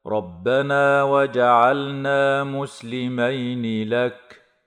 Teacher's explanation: مسلمين لك الياء ساكنة بعد فتح فتمد من قبيل مد اللين